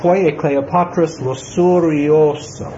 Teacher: The vowels stretch out, the line slows down